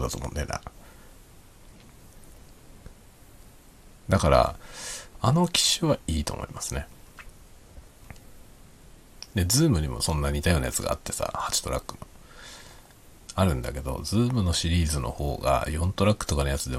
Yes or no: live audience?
no